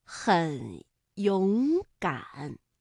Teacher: 中间那个字变成了二声，其他不变